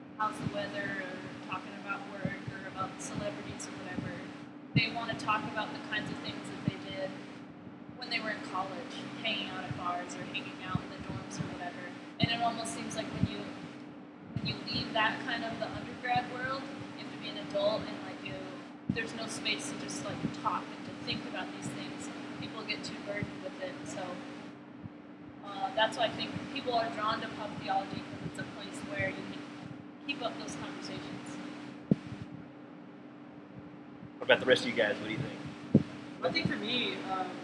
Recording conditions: background noise